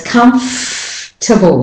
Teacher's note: The or syllable is dropped completely and you go straight from the F to the T. To do this, you have to hold the F on longer and to get to the T.